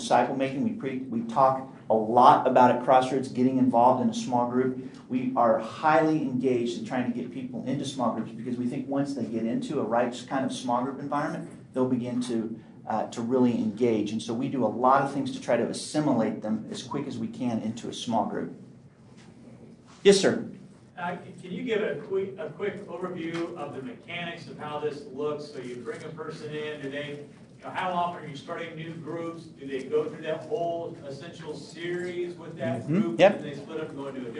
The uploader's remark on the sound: This episode is from Impact Discipleship Ministries, recorded at the National Disciple Making Forum.